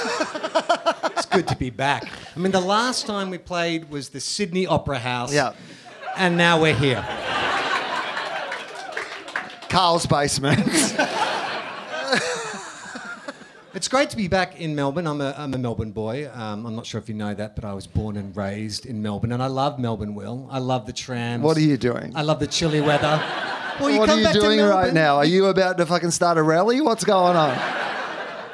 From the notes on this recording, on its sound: Recorded at Basement Comedy Club on Exhibition St, Melbourne. Recorded at Basement Comedy Club on Exhibition St, Melbourne.